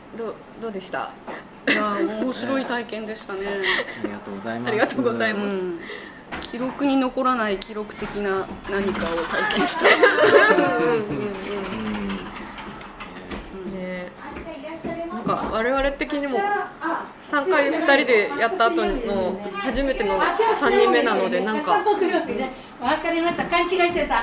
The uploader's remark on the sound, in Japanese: 東京都杉並区東高円寺にあるカフェバードバスさんでの収録です。